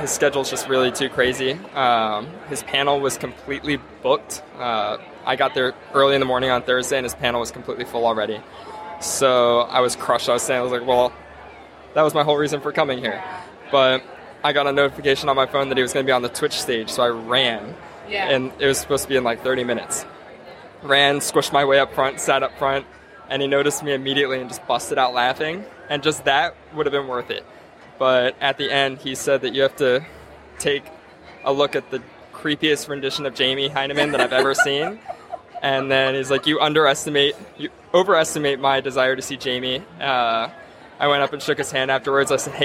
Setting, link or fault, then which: setting, busy venue